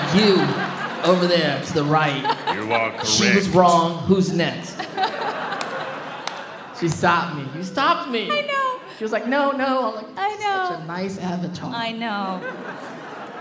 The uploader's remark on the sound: Live From New York Comic Con '21! They are also joined by hundreds of amazing audience members, who made the live experience so incredible and heart-warming.